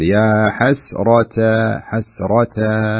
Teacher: لاحظ التاء وبعدها الألف، وكلها حروف تعتبر يعني من حروف الترقيق. ما نقول يا حسرتها، لا، يا حسرتها، صح الراء مفخمة لكن لا تؤثر على التاء والألف، فتقرأها بهذا الشكل، يا حسرتها حسرتها، بهذا الشكل.